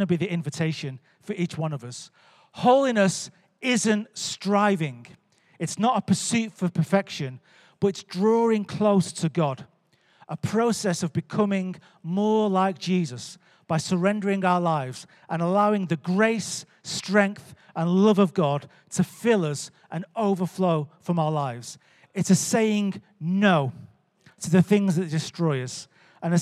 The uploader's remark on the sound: Recorded live at Life Church Lancashire.